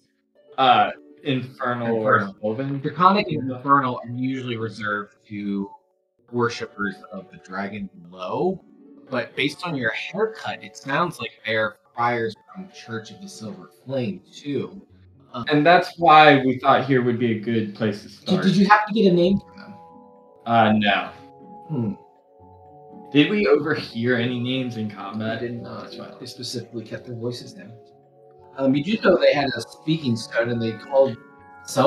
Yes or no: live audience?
no